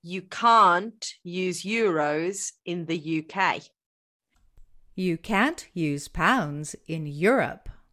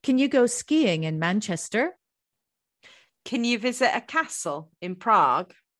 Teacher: So the negative form can't is stressed, and the positive form can is usually reduced to can.